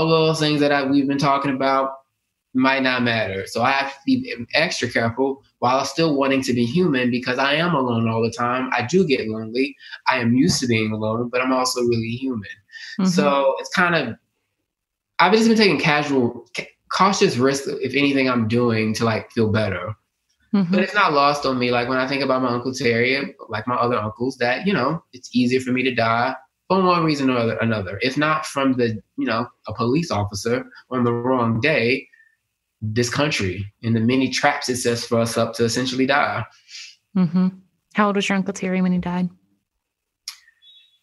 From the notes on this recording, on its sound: The writer joined me live on Zoom